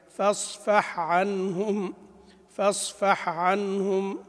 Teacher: إذا سكنت احرص أكثر ألا تدغم في أختها التي هي العين